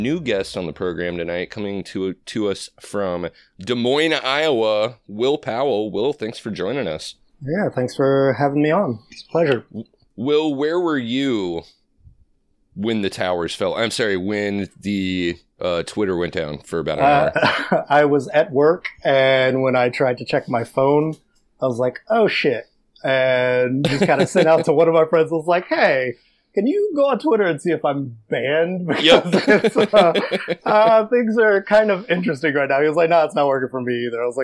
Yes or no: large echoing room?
no